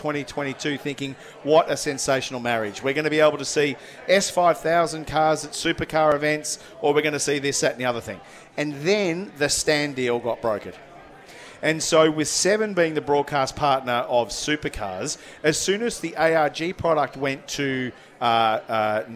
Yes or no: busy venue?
yes